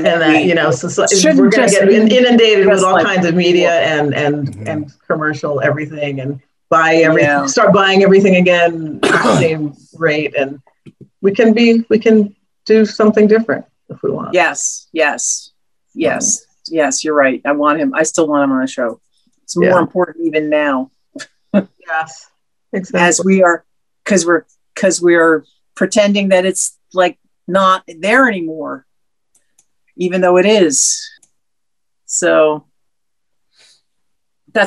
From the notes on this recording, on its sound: Zoom celebration.